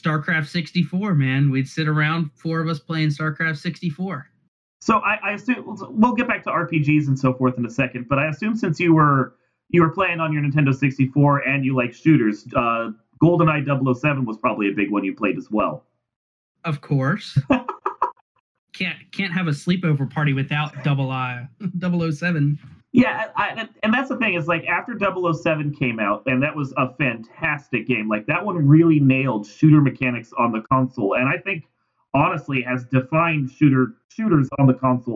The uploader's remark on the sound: note that the audio this time around is not the best, sorry